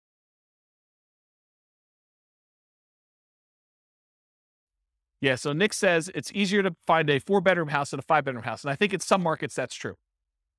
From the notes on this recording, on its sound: This was a live class recorded